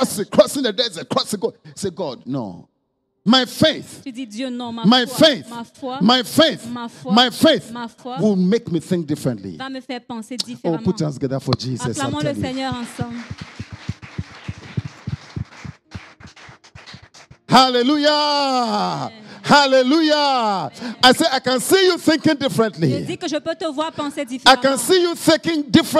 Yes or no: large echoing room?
yes